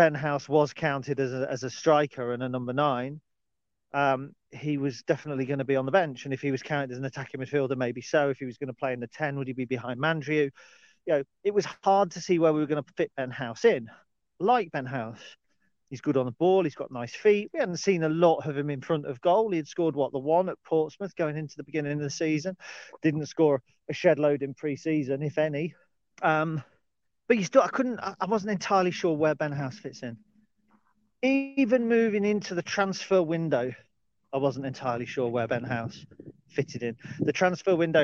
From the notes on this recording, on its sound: Dog Walk Special. This time recorded in the hills of the Lincolnshire Wolds. Whilst walking the trails near my house. The sound quality is rustic, and there's little planning.